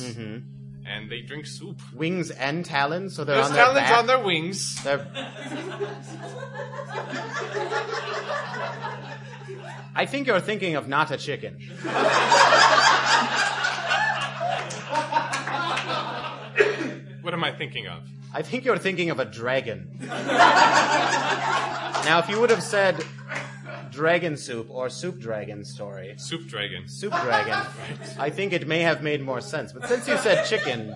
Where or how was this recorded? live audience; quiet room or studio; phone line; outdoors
live audience